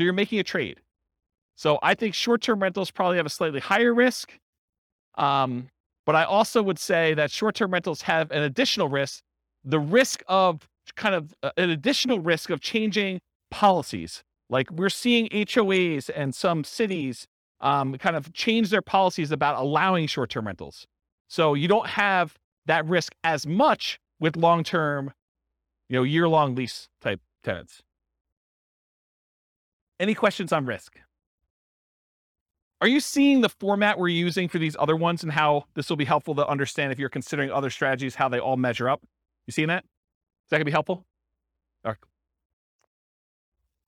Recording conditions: live audience